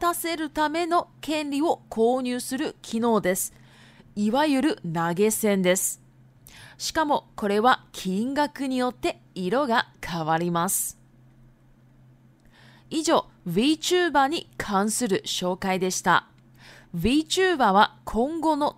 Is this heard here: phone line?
no